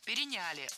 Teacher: Ударение ставим на третий слог.